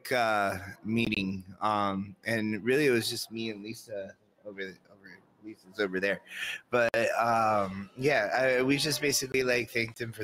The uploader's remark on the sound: NORML Lobby Days Florida Capitol. WE ARE LIVE FROM THE CAPITOL!